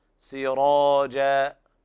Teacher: الراء تفخم لأن بعدها ألف، هي مفتوحة وبعدها ألف